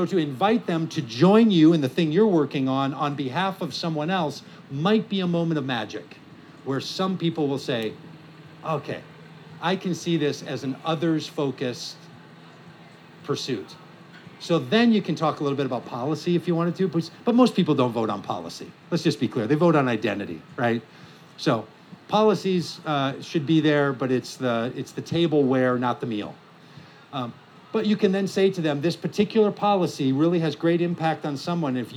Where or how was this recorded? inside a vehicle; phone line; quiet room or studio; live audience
live audience